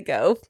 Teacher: That's a fronted back vowel, which is also part of the California vowel shift.